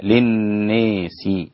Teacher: للناس أمالها الدوري أبي عمرو البصري، الدوري عن أبي عمرو البصري أمال هذه الكلمة